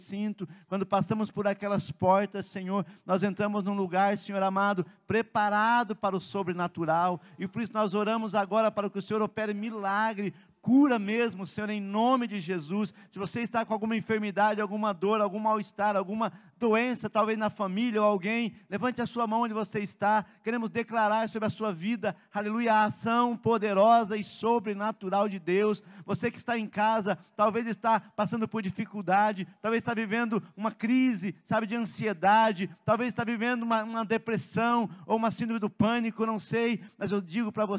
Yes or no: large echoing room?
yes